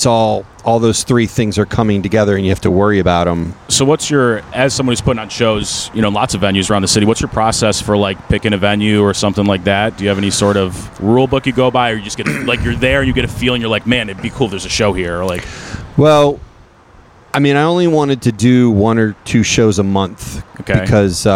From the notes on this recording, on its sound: Episode 17 was recorded following the comedy open mic at The Waverly Brewing Company August 21st, 2022. This is a free show every Sunday in Baltimore.